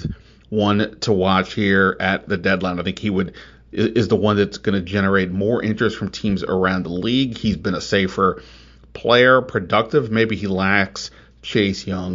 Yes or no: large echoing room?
no